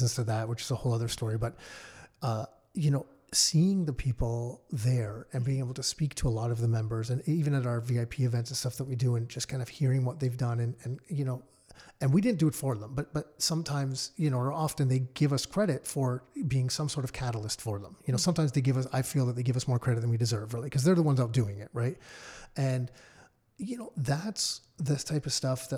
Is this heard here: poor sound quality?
no